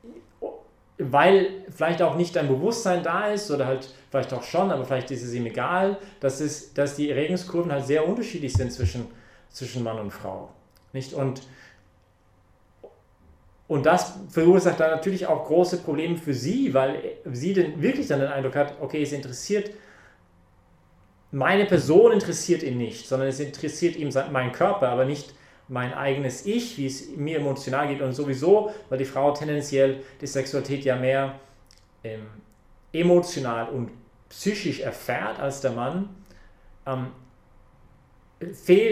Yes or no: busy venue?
no